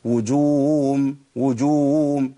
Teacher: أنا أظهرت الحركات اللي على الهاء الضمة، كأني بجيب واو، لأن أنا لو الضمة بس اللي ظهرت معايا دخلت على مخرج الواو، فأقول إيه؟